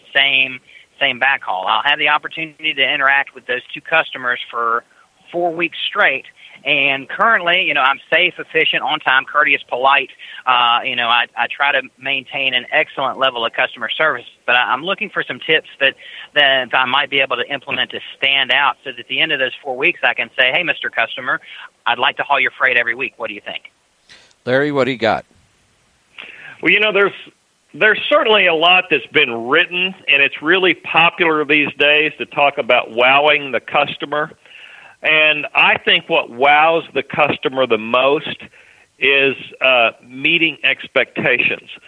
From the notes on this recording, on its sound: Call in Question and Answer Show